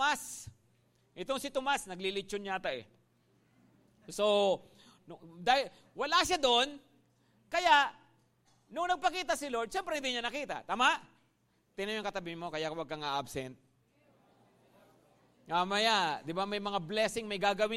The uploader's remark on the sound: at Grace Testament Church's 5:00pm service